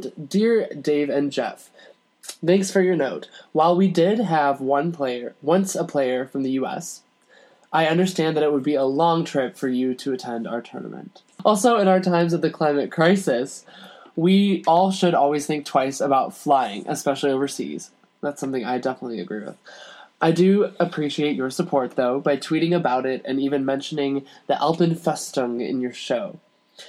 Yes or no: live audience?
no